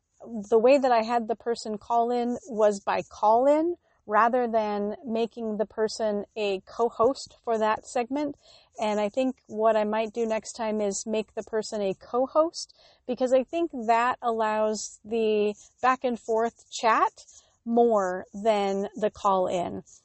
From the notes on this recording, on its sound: On location from the Northern California Redwoods